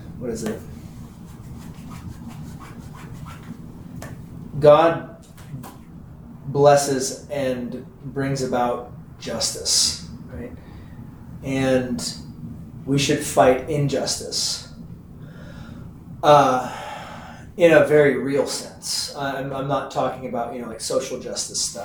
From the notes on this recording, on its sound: This is the audio from one of the classes we hold at either 10am or 7pm on Wednesdays.